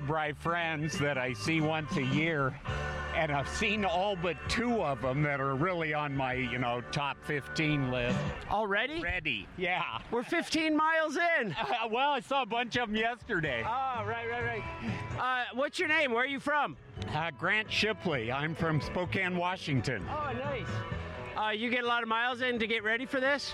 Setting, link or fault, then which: setting, outdoors